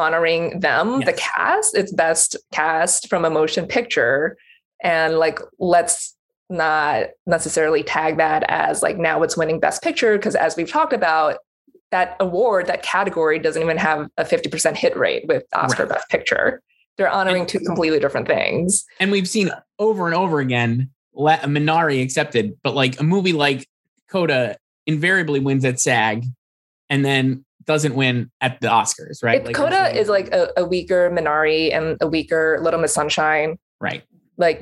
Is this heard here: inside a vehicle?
no